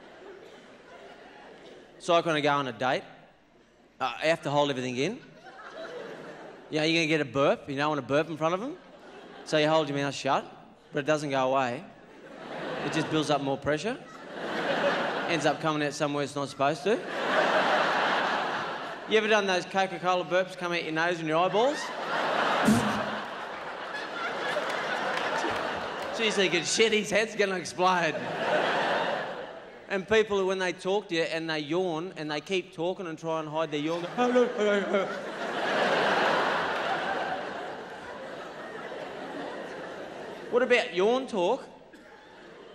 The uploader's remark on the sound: 2000 Melbourne International Comedy Festival Gala.